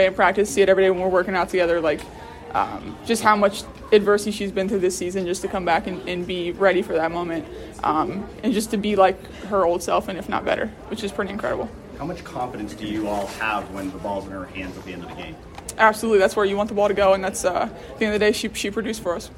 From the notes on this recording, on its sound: Uncut audio primarily from Ohio State press conferences, but also from individual interview sessions. It's a joint press conference.